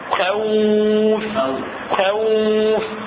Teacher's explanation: الخاء من حروف الاستعلاء، بينما الواو حرف شبيه منفتح، حرف مستفل، حرف لين.